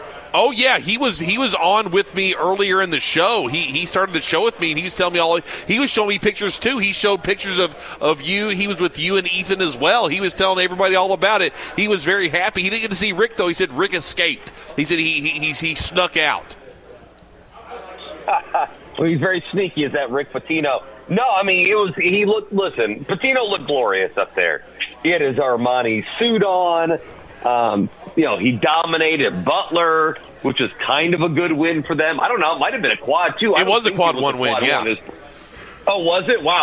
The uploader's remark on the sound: Broadcasting live from BW3s on Westport Road!